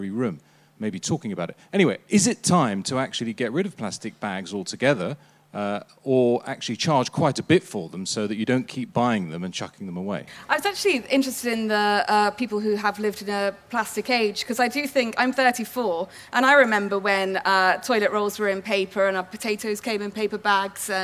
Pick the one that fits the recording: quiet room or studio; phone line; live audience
live audience